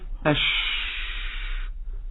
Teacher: الطريق ضيق لسانك رفعته في الشين فضيقت الصوت، ضيقت الطريق. الطريق ده بيخرج الصوت بقى يفك في الجزئين دول وتبقى نقول عنه رخاوة، الصوت مش مقطوع.